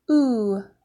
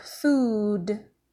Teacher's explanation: The long U sound is without the Y sound at the beginning of the letter